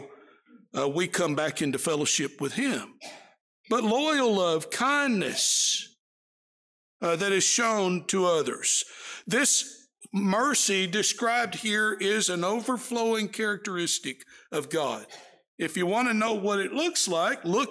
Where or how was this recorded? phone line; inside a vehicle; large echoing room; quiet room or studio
large echoing room